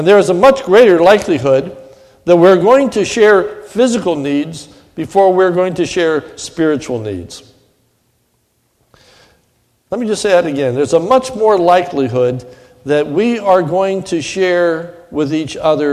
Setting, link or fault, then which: setting, large echoing room